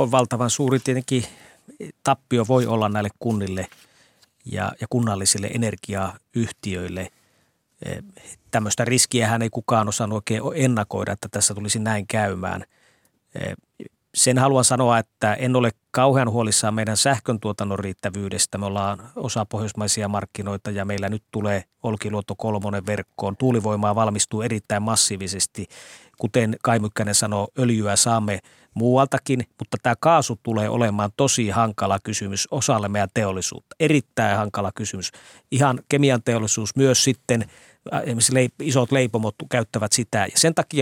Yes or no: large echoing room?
no